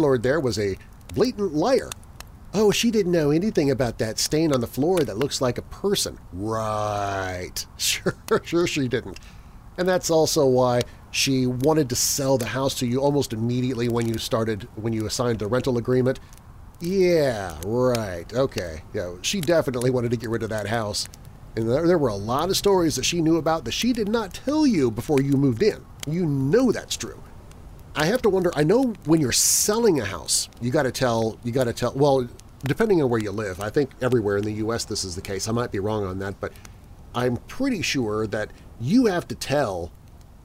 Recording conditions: outdoors